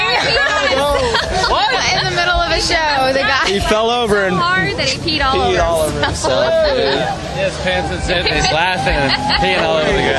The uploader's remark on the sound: BONNAROO Music Fest 2010 Part 2 of 2 – Manchester, TN. Our podcast coverage included short interviews with fans and many live concert coverage with short live clips.